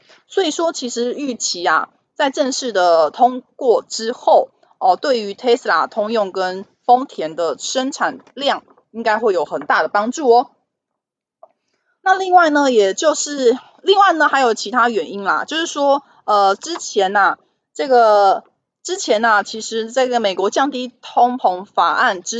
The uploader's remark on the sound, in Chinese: 本集有些許雜音，已亟力避免，如有察覺請多多包涵